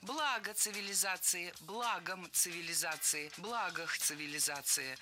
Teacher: И при склонении ударение сохраняется на первом слоге. Благо цивилизации, благом цивилизации, благах цивилизации. · Term: неподвижное ударение